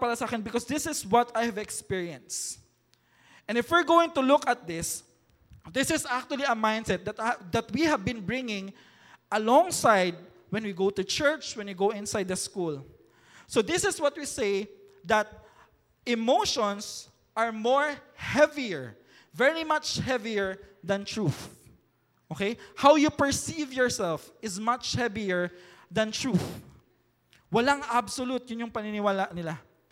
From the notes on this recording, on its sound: recorded last July 7, 2023 at Mezzanine Hall, ZCAEC